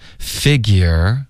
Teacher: figure 跟 at 我们要连读， figurerat，有一个 rat 的音连过去了